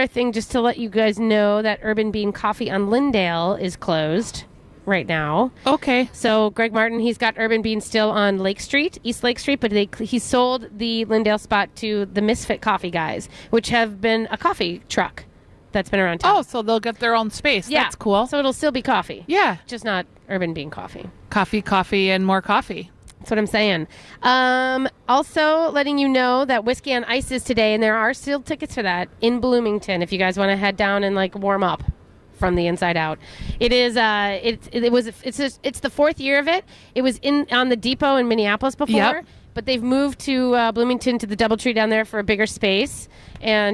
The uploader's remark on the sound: broadcast live at Bachman's